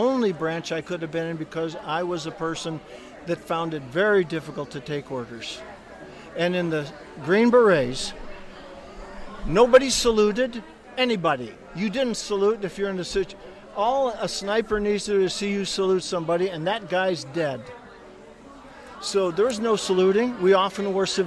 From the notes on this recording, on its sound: This week’s episode of the Big Time Talker comes live from the Southern Christmas Show in Charlotte, North Carolina.